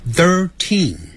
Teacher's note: h i r t e en，所以 t h i r 有一个 th，舌头就要上齿跟下齿轻轻咬住舌头吐出来，third，然后 third，赶紧往里头说啊，thirteen，这个有轻重音之别，不要念成 thirteen。那个 teen 要重读，也就是读出来的时候声音比较重一点